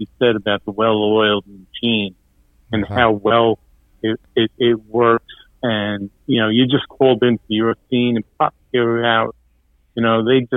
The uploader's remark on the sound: On this episode we had the opportunity to speak over the phone with Mr.